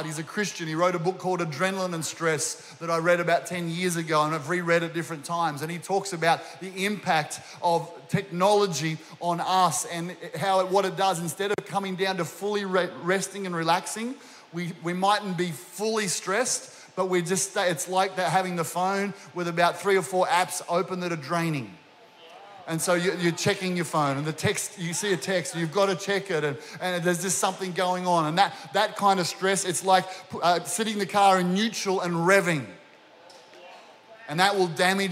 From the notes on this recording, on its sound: This was recorded during our 9am service